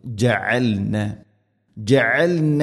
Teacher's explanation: ജഅൽന ഐൻ തൊണ്ടയുടെ മധ്യഭാഗം